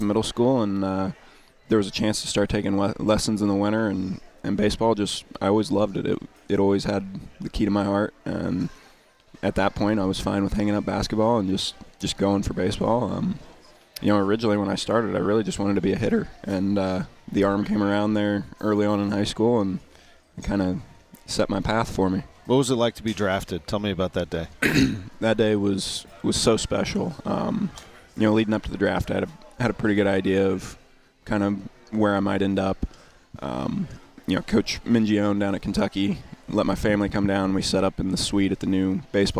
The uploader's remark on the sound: Live from Cardinals Nation